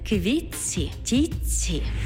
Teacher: звук «ти» переходить у м'який подовжений звук «ц»